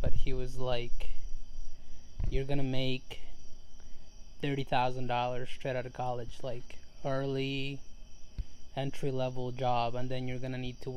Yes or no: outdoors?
yes